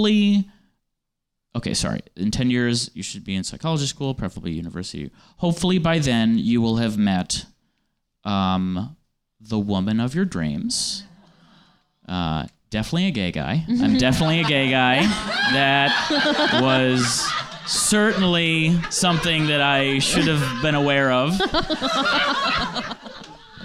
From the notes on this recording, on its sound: Live from NerdMelt! At the Nerdist Showroom at Meltdown Comics in West Hollywood, CA.